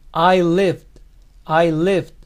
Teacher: La palabra termina en sonido de V, la ED se pronuncia como D.